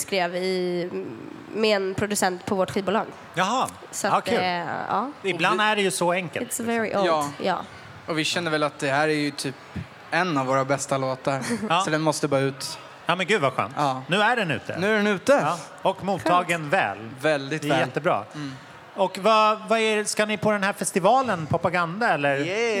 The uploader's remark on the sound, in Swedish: Mitt under pågående Popaganda-festival släpper vi en special-Pop-panel inspelad under förfesten på Trädgården.